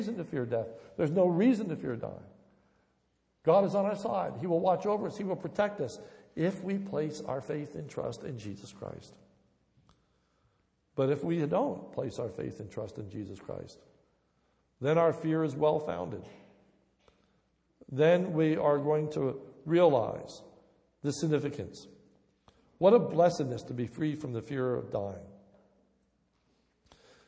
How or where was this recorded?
large echoing room